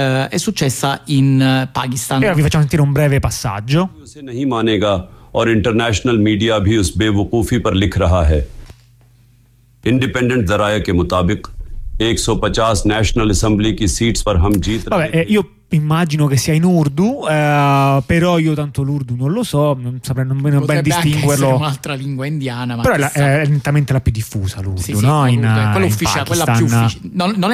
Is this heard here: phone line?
yes